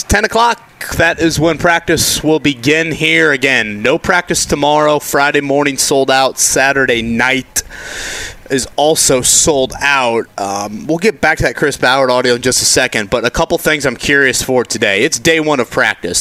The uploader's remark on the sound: LIVE AT COLTS CAMP!